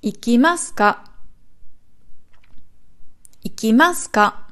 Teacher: Nicht ikimas ka. Also es geht nicht beim K hoch, sondern schon davor.